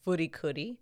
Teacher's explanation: in Japanese, there's not like a distinct L or R sound. They kind of are blended together.